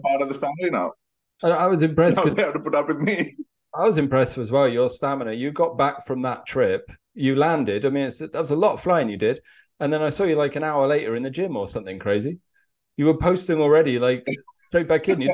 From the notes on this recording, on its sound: This conversation takes place over Zoom and so the sound quality reflects this.